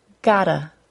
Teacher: Gotta, G-O-T-T-A, is a combination of the words got and to, and the double T is said as a D sound